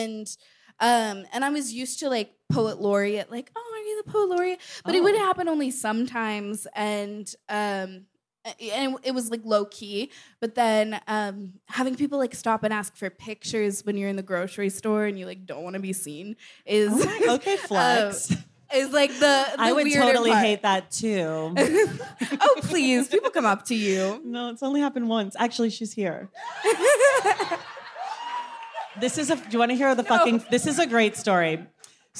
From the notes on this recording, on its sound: Unabridged: The Oakland Live Show. This Unabridged features audio from our first stop on The Stacks tour in Oakland. We also give audience book recommendations with a special guest. This is an edited version of the live show.